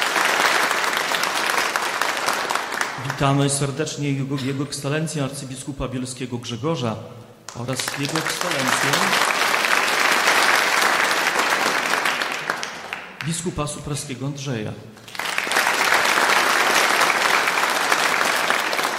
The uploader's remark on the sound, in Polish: Podleśnej 2 w Białymstoku, odbywały się koncerty kolęd w ramach 42 Prawosławnych Wieczorów Kolęd organizowanych przez Prawosławną Diecezję Białostocko-Gdańską. Przed publicznością zaprezentowały się liczne chóry i zespoły muzyczne.